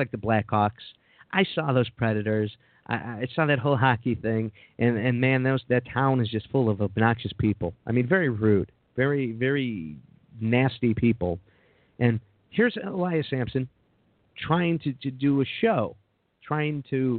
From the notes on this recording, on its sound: Live Call In Show. It's LIVE, anything can happen.